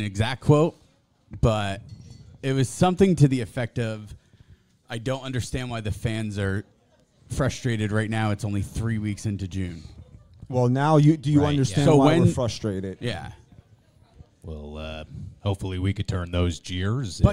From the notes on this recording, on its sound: LIVE FROM LIDO'S IN NORTH ARLINGTON, NJ. LIVE from Lido's Restaurant in North Arlington, NJ, on NYY Underground.